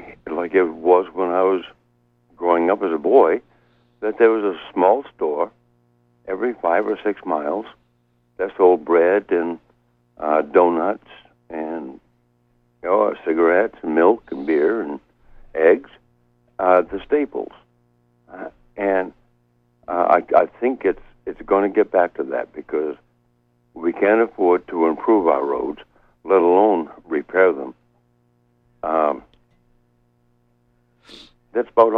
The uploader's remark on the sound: Call in show. WERU 89.9 FM Blue Hill, Maine.